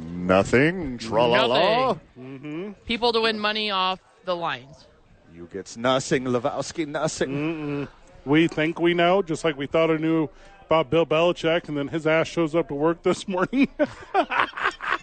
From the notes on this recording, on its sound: live at Howies to watch the National Championship Game